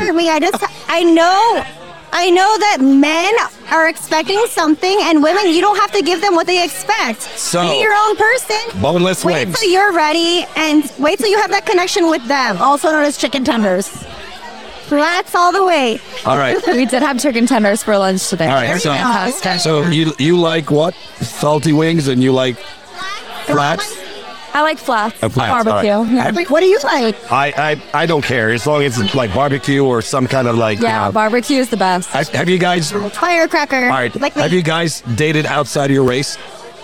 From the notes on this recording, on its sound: Recorded at American Social Las Olas